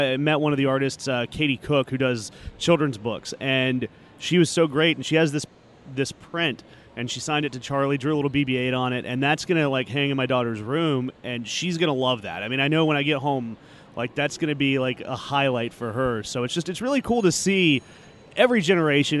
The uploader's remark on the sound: Clips from the Star Wars Rebels panel, exclusive audio from the Rebels press conference. Star Wars Celebration 2017. Clips from the Star Wars Rebels panel, exclusive audio from the Rebels press conference.